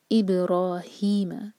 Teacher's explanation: ہا جو ہے سینے سے نکالیں گے. اس کو کہتے ہیں نا بریدنگ آؤٹ